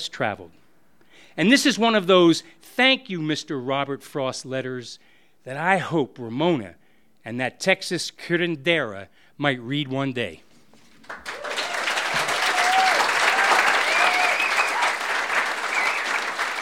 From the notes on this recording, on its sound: You might notice that our podcast sounds a little bit different! These stories were recorded at The Deer Pile.